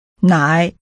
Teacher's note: The tone is falling, rising. Say milk.